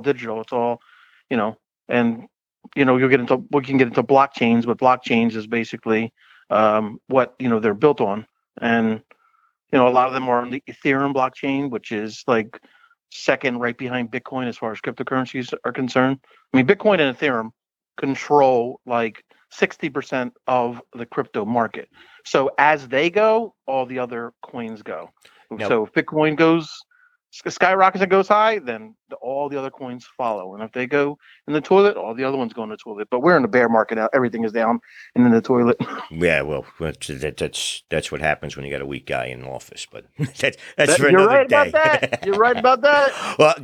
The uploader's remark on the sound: A phone interview